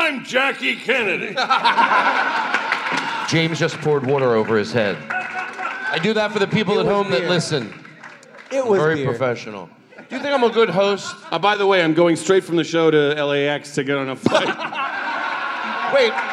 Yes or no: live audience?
yes